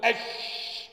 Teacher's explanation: انتشار صوت الشين من مخرجه حتى يصطدم بالصفحة الداخلية للأسنان العليا والسفلى. زي تقول أش، انتشر إلى أن يحدث إيه؟ · Term: التفشي